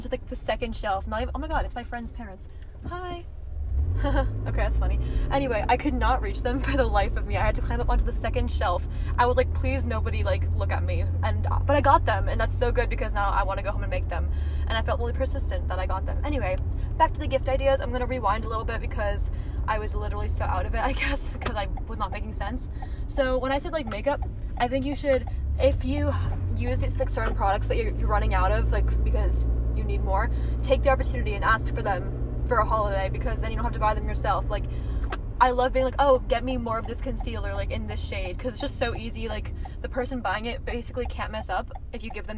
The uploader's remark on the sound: Recorded while driving. While trying not to crash on the way to the grocery store.